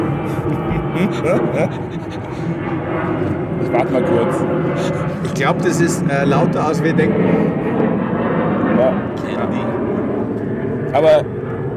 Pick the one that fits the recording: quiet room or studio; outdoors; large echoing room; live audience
outdoors